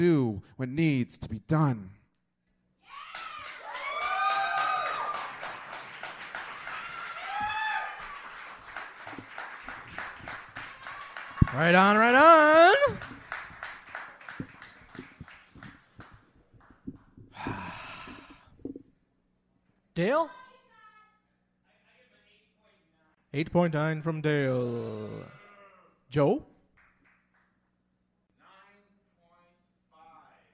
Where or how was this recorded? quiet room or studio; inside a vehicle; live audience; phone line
live audience